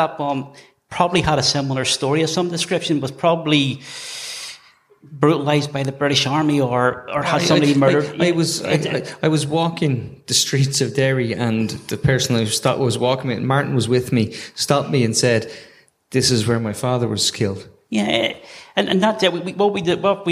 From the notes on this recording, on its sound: Travelled down to Dublin to take part in the tortoise shack live at the sugar club. It was a special night with amazing people, a very lively audience.